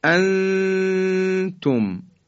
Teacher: برای اینکه عرض کرده بودیم بعد از نون ساکن اگر حرف حلقی بود اظهار میشه. ان انتم، نون ساکن حالا رسید به تی دو نقطه، در اینجا اخفا صورت میگیره